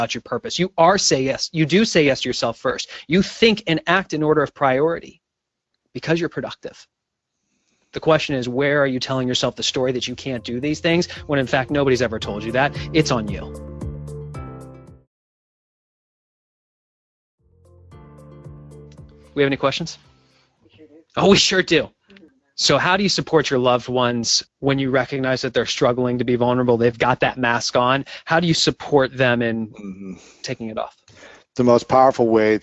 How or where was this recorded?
video call